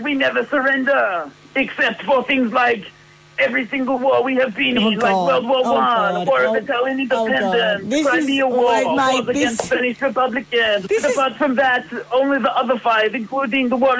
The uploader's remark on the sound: Phone call